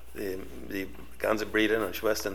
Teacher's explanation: With the R being pronounced as the English R and the rounded U being pronounced as the unrounded E, Brüder becomes more like Breeder · Term: unrounding